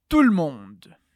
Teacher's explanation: A gente tira o som do e, então fica tout le monde.